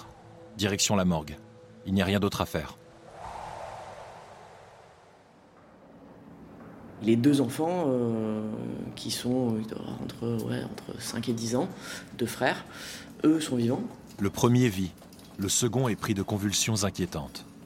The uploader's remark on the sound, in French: Mocha, au bord de la mer Rouge, carrefour stratégique à deux heures de la ligne de front. Un hôpital sous tentes, le bruit de l’artillerie et le vent qui s’engouffre partout.